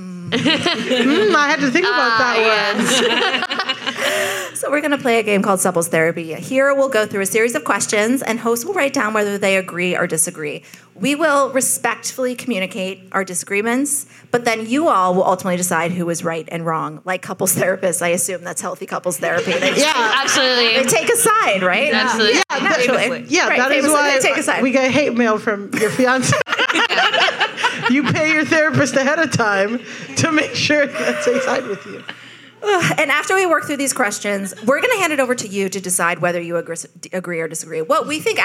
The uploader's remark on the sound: The Betches Sup Live!